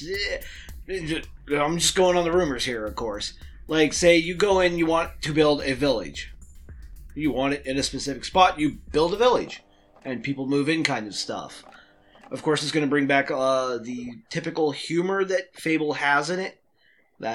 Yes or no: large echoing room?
no